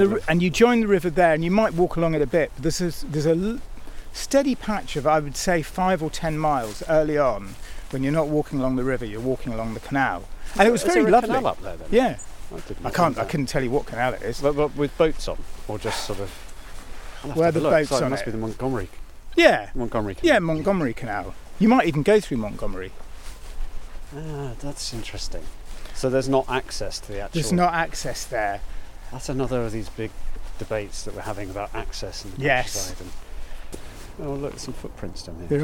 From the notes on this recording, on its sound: Encountering the surging Severn Bore on an atmospheric walk beside Britain's longest river.